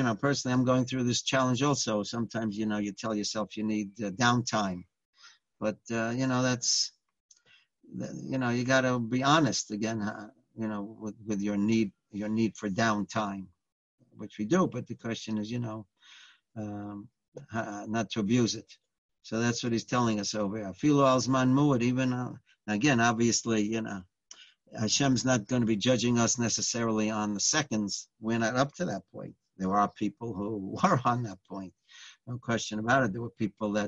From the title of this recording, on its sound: Live On Zoom